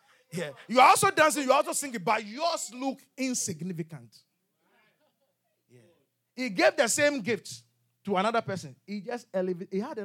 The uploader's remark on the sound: QFC Charis Center - Albany, NY. Revelation Service | LIVE from Charis Center | Albany, New York.